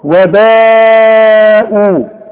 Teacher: لازم تمد عند الوصل وعند الوقف هذه الكلمة اربع حركات